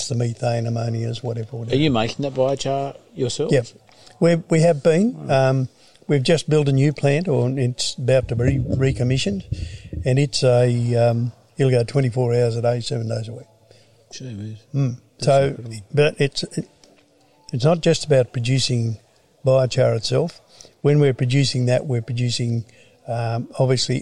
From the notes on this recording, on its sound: interviews a number of presenters at Regionality's 2021 'Farm2Plate Exchange' Conference